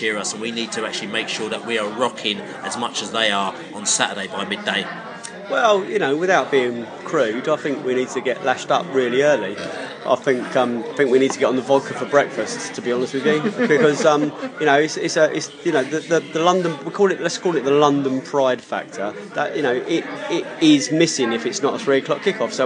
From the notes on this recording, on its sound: Post Norwich match - fan discussion in the pub. Norwich discussion with Beesotted crew in the pub. Brentford fans forum discussion.